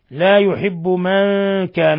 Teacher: إخفاء حقيقي، نون جاء ساكنة جاء بعدها الكاف